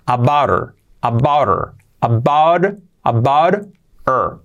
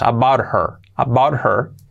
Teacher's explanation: esa H de her, pues, se omite también · Shown in: first take